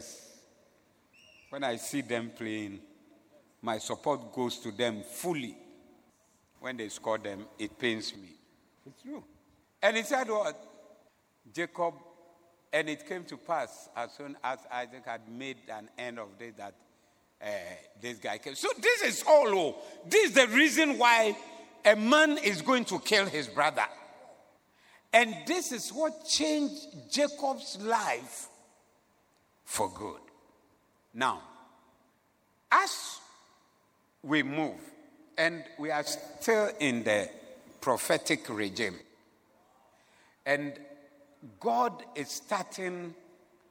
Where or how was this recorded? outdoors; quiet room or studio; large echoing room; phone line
large echoing room